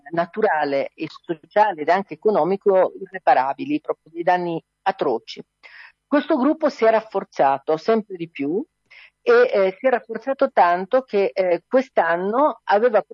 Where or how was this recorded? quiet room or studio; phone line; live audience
phone line